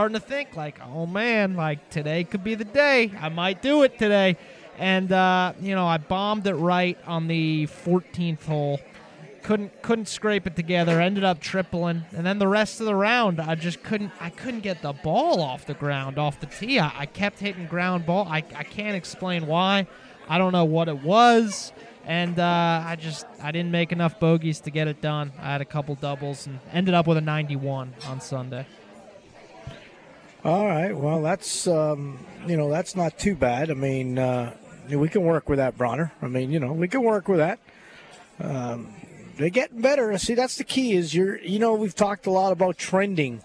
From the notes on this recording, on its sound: LIVE From Felix's Fish Camp!